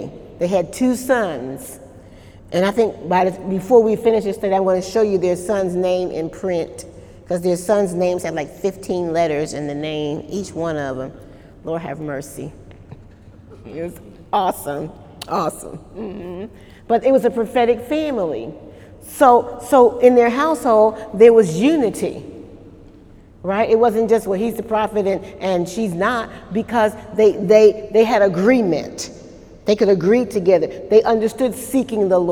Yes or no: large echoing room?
yes